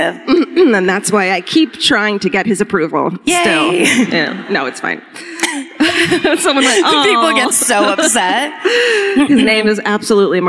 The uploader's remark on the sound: Live at the Paramount Theatre in Oakland (2018)